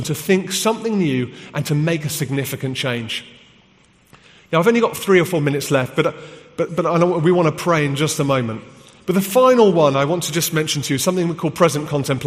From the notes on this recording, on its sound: from the HTB Free To Be Conference in London